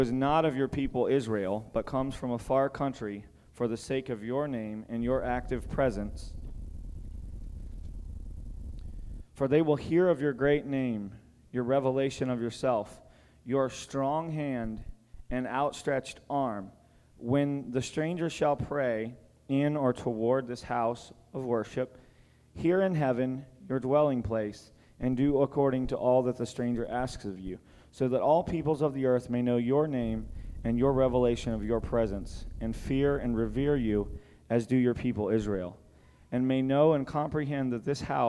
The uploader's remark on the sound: Recorded at Rhema Camp 07.